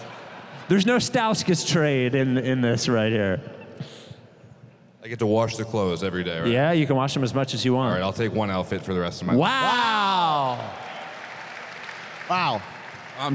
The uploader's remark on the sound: Delaware, where the Process still lives. We spent Friday night in Wilmington. In front of the biggest crowd in 76ers Field House history.